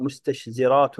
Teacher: مثنى ومرسلي أي في شعره المفتول والغير مفتول. وسبب الثقل مستشزرات توسط الشين المهموزة الرخوة بين التاء المهموسة الشديدة والزاي المجهورة